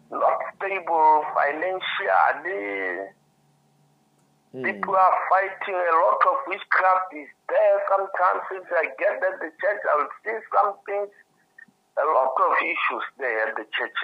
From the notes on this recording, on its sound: Deliverance in Botswana over the phone.